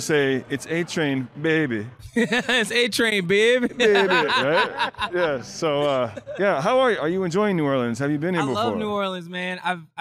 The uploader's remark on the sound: Live from Fan Expo New Orleans! Live” at Fan Expo New Orleans.